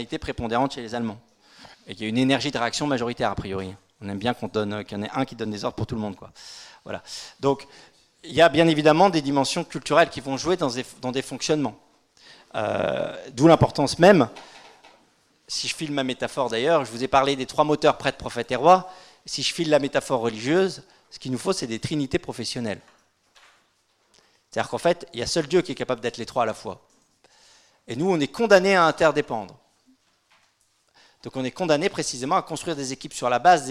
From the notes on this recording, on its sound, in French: Conférence donnée lors de l'université d'été 2018 d'Academia Christiana